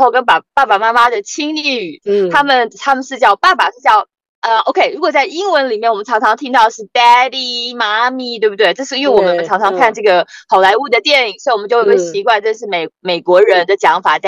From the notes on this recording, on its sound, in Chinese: 在台灣國父紀念館的停車場，窗外是黑漆漆的夜晚，兩人居然都關在車子裡錄音。